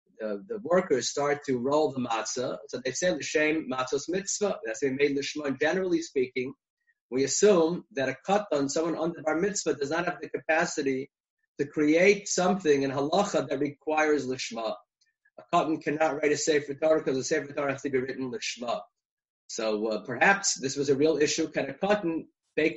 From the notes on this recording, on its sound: Recorded ZOOM conference.